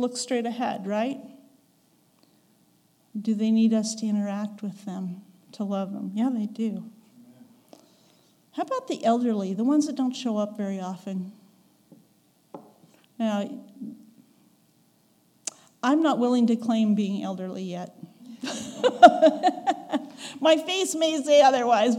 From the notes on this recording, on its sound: recorded on November 5, 2022, at the Ringgold Seventh-day Adventist Church.